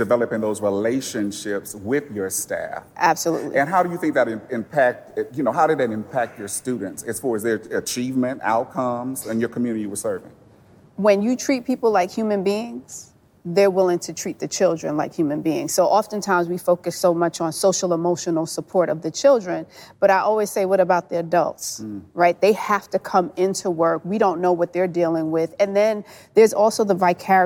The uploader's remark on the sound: For the first Intentional Leadership Podcast session in front of a live audience at Academy of Dallas Public Charter School of Entrepreneurship.